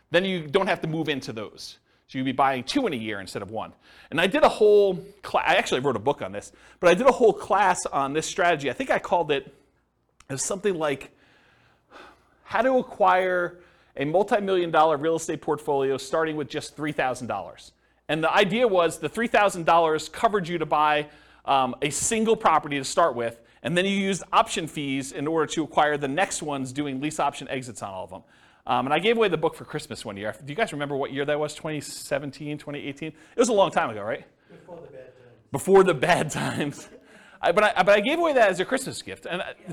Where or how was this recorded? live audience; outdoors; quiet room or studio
live audience